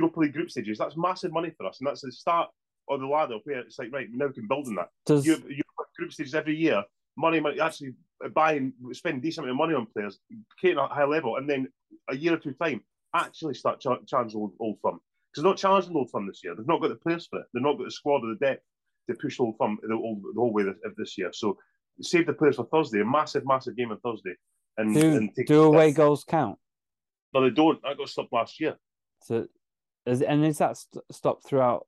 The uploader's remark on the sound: back on zoom